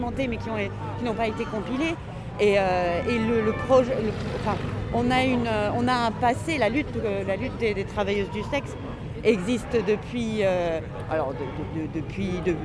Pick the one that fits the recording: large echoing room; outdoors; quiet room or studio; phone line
outdoors